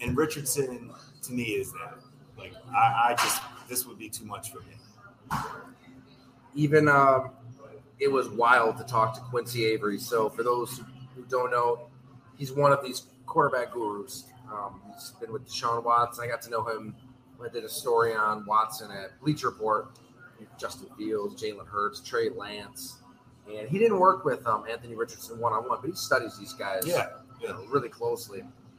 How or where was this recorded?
busy venue